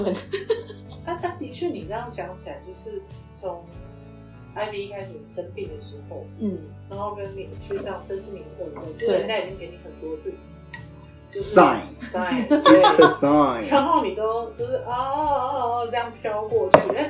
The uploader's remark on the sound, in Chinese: 由於設備不足收音狀況欠佳。